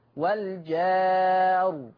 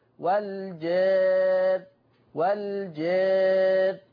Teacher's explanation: لو فتحت الالف الماديه هفخم الراء وقفا، ولو انا قللت الالف الماديه يبقى هرقق الراء وقفا